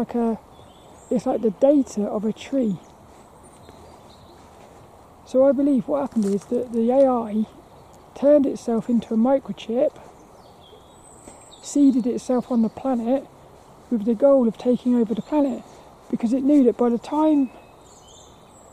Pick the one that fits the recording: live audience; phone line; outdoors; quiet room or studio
outdoors